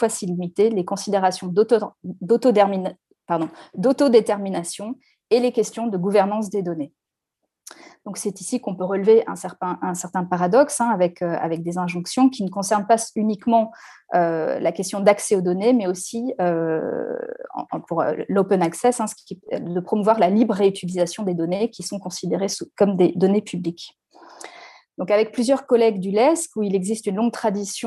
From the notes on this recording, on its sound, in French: Enregistré sur Zoom le 4 février 2021